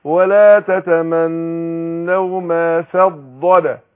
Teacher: الضاد حرف مستعلي مطبق مستطيل · Term: الاستطالة